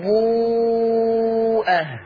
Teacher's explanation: الواو دي تتمد ست حركات لانها تبقى مد متصل